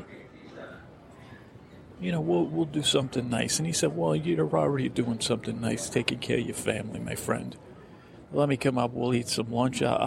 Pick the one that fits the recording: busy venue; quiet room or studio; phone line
busy venue